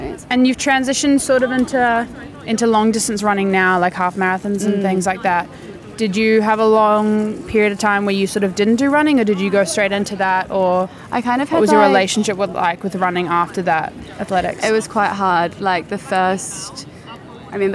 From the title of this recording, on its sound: outdoor episode in soho